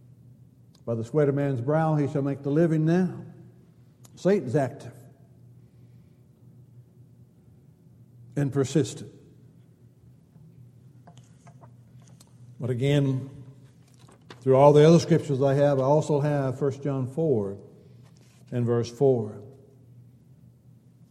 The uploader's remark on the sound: Downtown Church Of Christ Audio Sermon